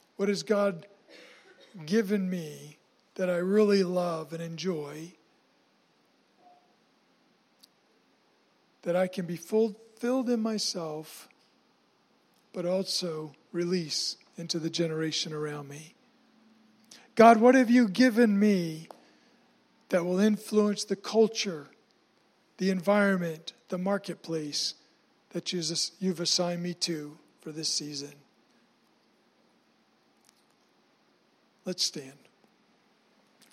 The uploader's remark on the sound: was recorded on Sunday, June 9, 2019, during service at The Anchor Church in Rockport, Maine.